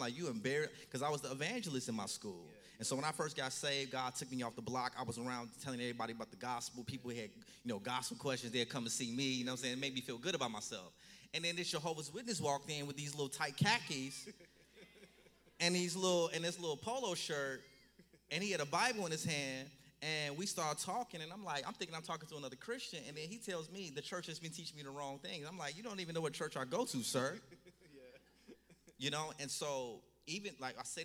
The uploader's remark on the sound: Stand Firm Tour Toronto Live Show